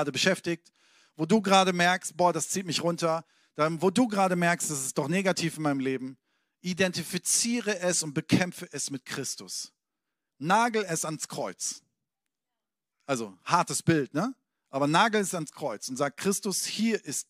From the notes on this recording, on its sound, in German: Sonntagspredigt aus dem Standort Bochum.